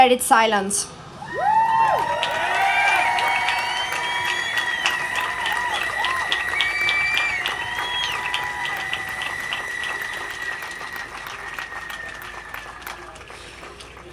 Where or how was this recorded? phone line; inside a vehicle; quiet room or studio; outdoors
outdoors